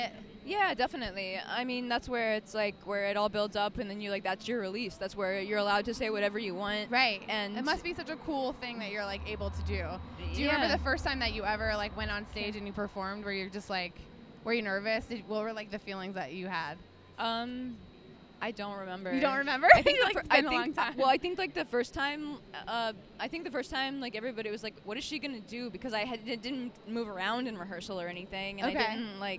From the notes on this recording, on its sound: Babecast is LIVE from The Big Ticket! Sat down backstage with the super talented singer-songwriter.